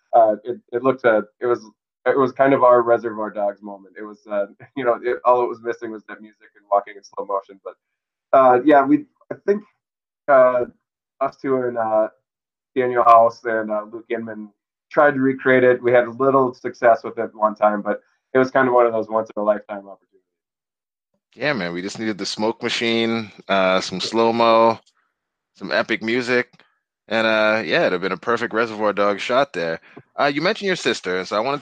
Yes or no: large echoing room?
no